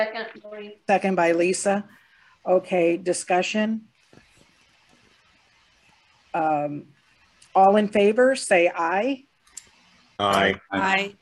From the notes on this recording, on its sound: was held on Zoom